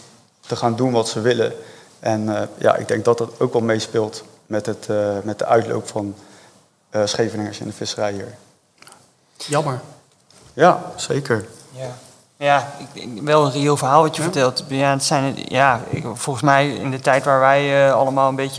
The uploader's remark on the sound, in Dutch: Nemen we live op vanuit het Schevenings Muzee. Voor het eerst gaan we de podcast opnemen met publiek.